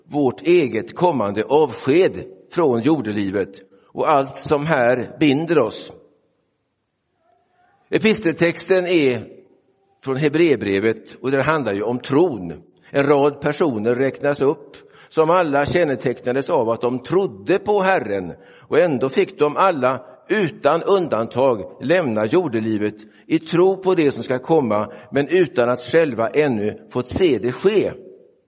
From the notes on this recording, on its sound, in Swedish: Inspelad i Roseniuskyrkan den 5 november 2023.